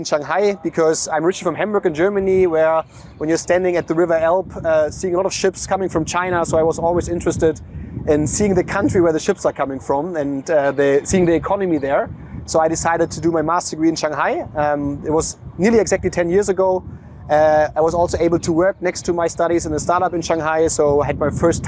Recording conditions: outdoors